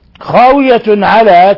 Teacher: تنوين ضم جاء بعده حرف العين، الحكم التجويدي إظهار حلقي، لأن العين من حروف الحلق